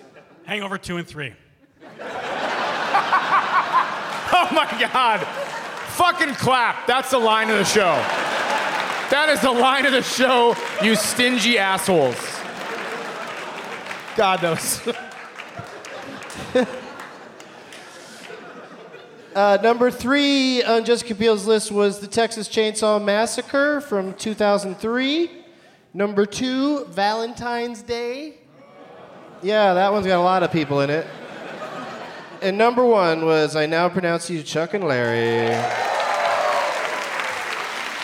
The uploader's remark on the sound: Live from the Woman's Club of Minneapolis